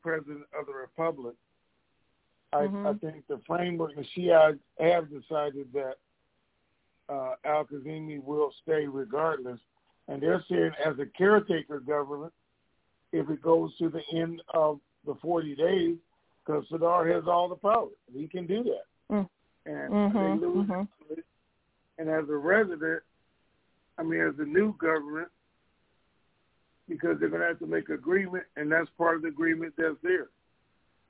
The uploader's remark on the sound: TNTSuperfantastic Conference Call